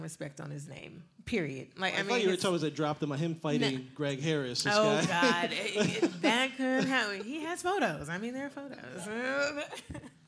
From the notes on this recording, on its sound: we recorded a live episode of CLE Rocks